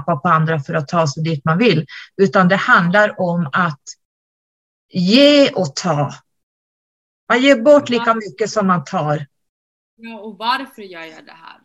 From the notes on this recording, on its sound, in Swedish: Jag hörs bra så blev tvunget att skruva upp volymen och då blev min röst ännu starkare.